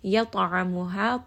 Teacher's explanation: Yata'amuha, ta here is going to be heavy. It also has qalqala, part of Qutub Jad.